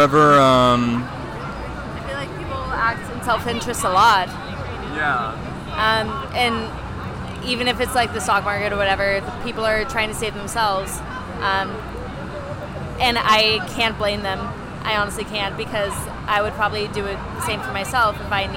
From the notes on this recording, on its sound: In this first experimental episode of the pod, I go out and interview the gay denizens of Washington Square Park on the day of Pride 2022.